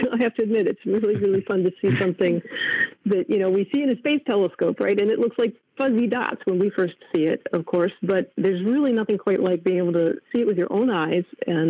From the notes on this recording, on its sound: The second part of the podcast is a media teleconference where the media get to ask the experts their questions